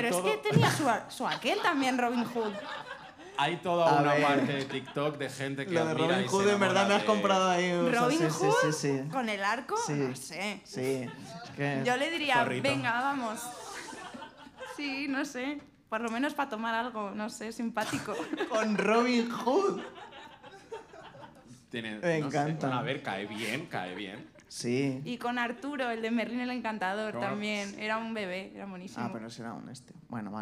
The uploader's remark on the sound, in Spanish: el programa que grabamos en el festival Soy Meme